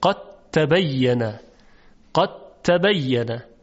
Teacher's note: خب تبین در اینجا ادغام انجام میشه، یعنی دال در حرف تا ادغام میشه، قد تبین، قد تبین. ببینید دیگه هیچ اثری از دال وجود نداره، قد تبین حرف تی مشدد هست یا تا مشدد.